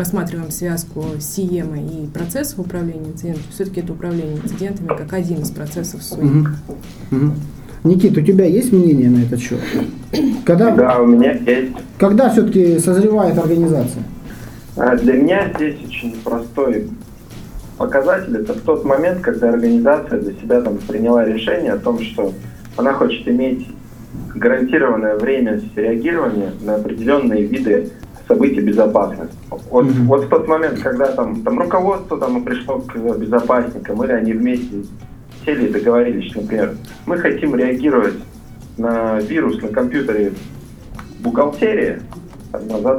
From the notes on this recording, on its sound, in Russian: по телефону